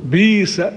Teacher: إذا كان ما قبل الهمزة الساكنة مكسورا وكما في آيتنا، تبدل الهمزة ياء